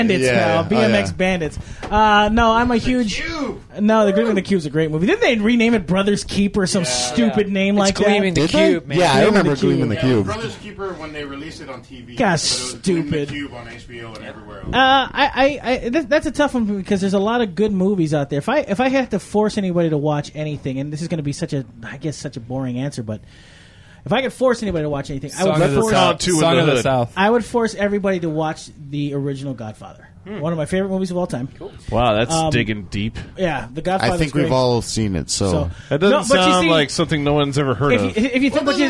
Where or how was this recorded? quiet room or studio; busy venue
busy venue